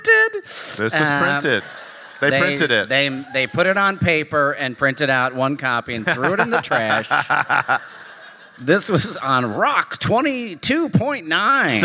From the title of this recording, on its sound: Live from Minneapolis